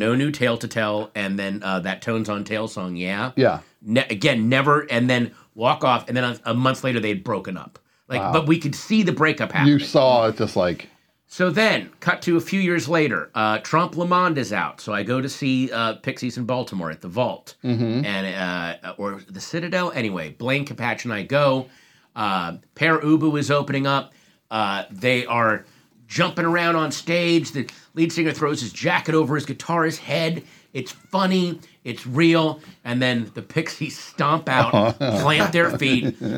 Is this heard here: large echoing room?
no